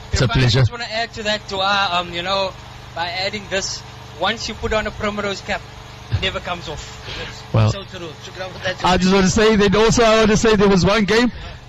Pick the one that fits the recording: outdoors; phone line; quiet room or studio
outdoors